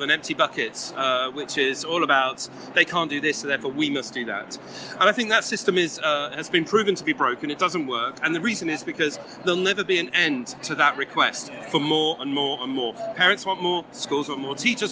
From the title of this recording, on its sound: A Day at the Schools and Academies Show London